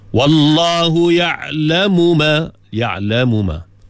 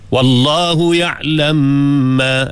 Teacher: Diidgham di situ. Tapi majoriti qurra membaca dengan izhar. · Shown in: first take